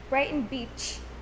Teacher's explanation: My father never really had a real one, but he did have a speech impediment as a kid, where he let the ch sound escape from only one side of his mouth · Term: side ch